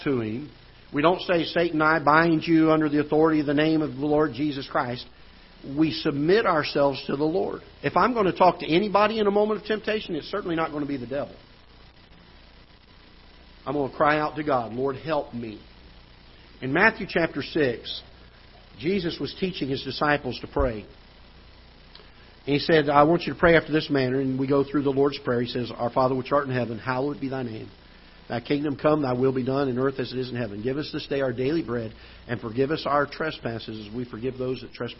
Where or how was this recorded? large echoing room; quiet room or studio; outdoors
large echoing room